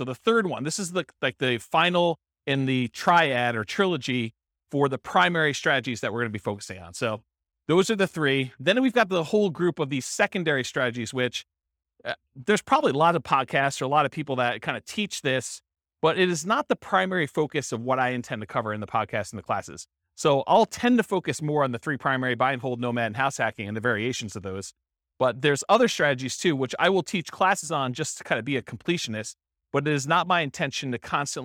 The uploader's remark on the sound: This was a live class recorded.